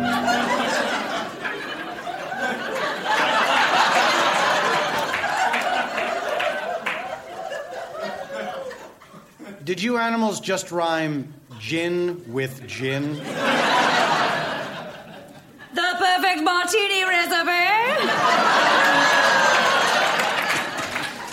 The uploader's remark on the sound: Recorded Live 2/1/2014 at Largo, Los Angeles.